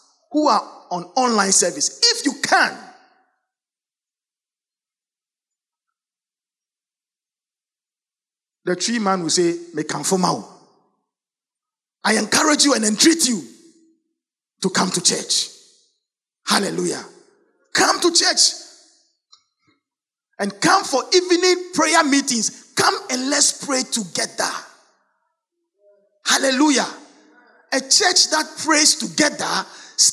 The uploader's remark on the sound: Sermon preached at CBC Shiashie Campus.